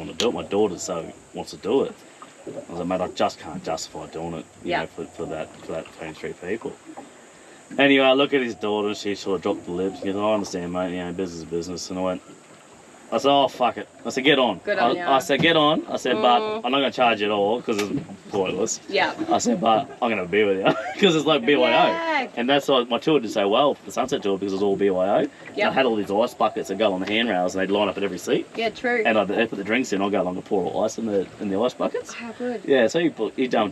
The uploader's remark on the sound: Apologies for the windy audio, we were out in the elements for this one.